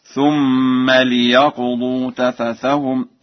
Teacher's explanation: قرأ ورش بكسر اللام في ليقضوا